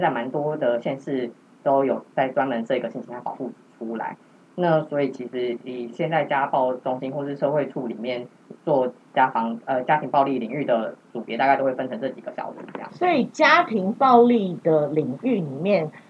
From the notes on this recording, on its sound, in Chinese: 第一次嘗試變聲技術，加上錄音當天大雨磅礡，音質欠佳敬請見諒。